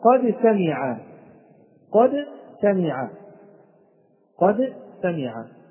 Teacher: قد سمع، الدال من صفاتها الجهر، والسين من صفاتها الهمز، الدال من صفاتها الشدة، والسين من صفاتها الرخاوة · الدال من أين تخرج؟ من طرف اللسان مع أصول الثنايا. والسين من أين تخرج؟ السين تخرج من طرف اللسان فوق الثنايا السفلى. إذن هذه من طرف اللسان وهذه من طرف اللسان. · Term: تقارب في المخرج